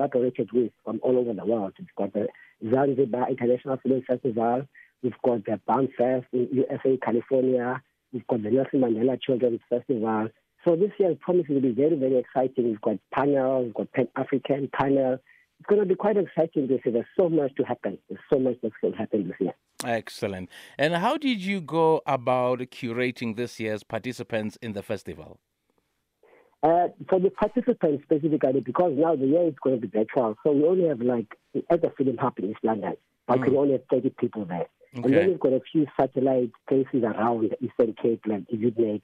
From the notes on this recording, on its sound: This year’s installment of the festival will be virtual due to the Covid-19 pandemic. We’re joined on the line.